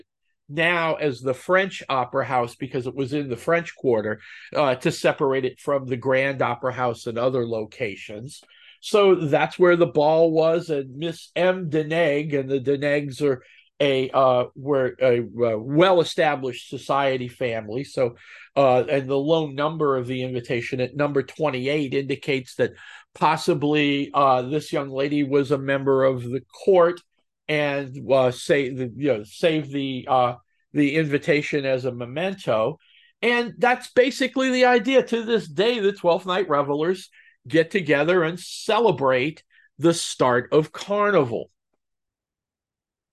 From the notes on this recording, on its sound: I record the pod using Zoom. It’s wonderful, because Zoom generates audio and video.